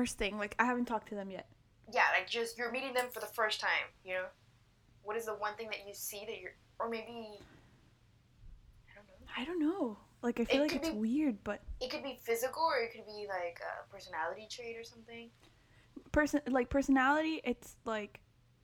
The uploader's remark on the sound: I promise I will work on my editing and audio skills, but I am new to this